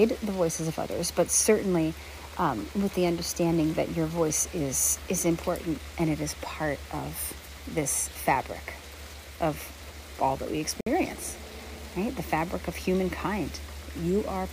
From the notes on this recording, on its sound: Enjoy the sounds of nature in this episode as I hike through the rain with my beloved Newfoundland dog while we're both smelling all the smells!